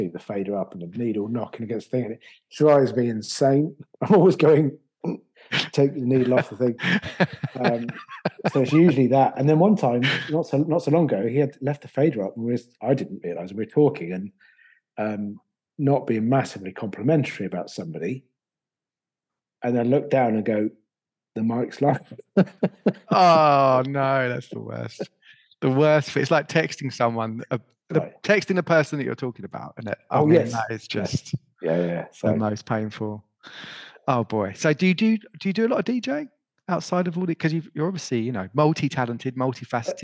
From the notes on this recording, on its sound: joining us for a "Z-interview" (Zoom interview) all the way from Blighty (in the UK)